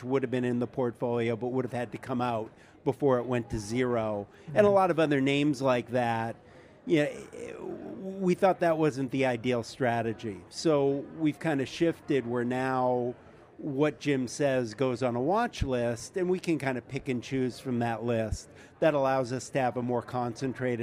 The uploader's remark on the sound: on the sidelines of the Inside ETFs conference in Hollywood, Florida